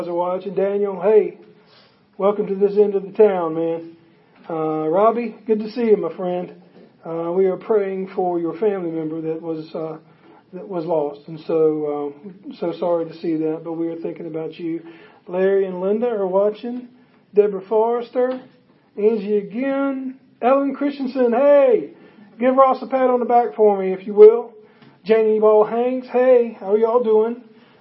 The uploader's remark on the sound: Audio is taken from a facebook live event on our church's facebook page.